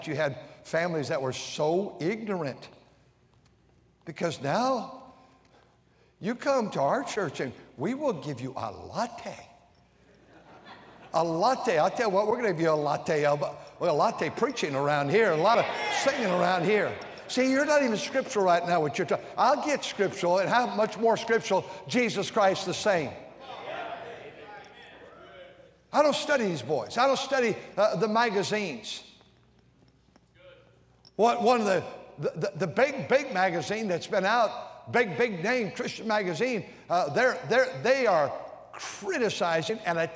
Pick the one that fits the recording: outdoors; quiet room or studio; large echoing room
large echoing room